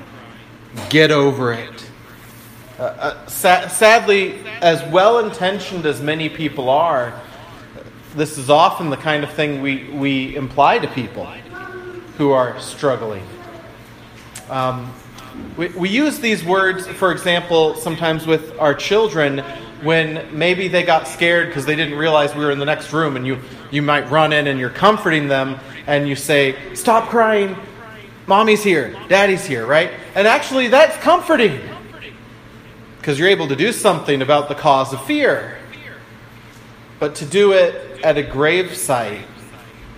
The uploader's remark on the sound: I apologize for the echo in the background.